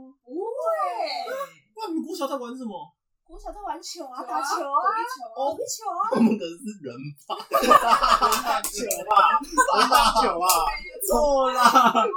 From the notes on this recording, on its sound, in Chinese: 其實這是第一次錄音的檔案辣!!!音質請大家多多包涵。